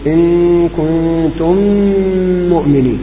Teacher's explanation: أي الغنة هنا الغنة المركبة، الغنة غنة ميم مشددة، فأنت إذا أضغمت ميم ساكنة في ميم متحركة تصير ميم، أنت تنطق الآن ميم مشددة إن كنتم مؤمنين، هذه ميم مشددة. · Term: إدغام المثلين الصغير